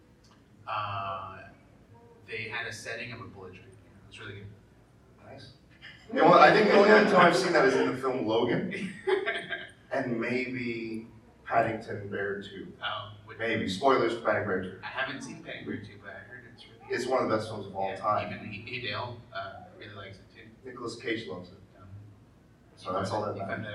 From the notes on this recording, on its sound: LA Comic Con 2022. We delivered and gave a crazy panel with a WILD audience in attendance! Audio is not as clean as regular episodes due to change of equipment at the show.